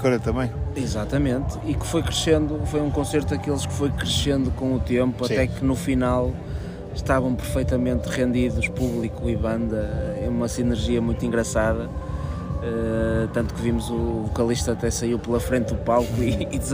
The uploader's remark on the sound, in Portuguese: O Disco Ou Nada está pelas margens da praia fluvial do Taboão, na edição dos 30 anos do festival Vodafone Paredes de Coura!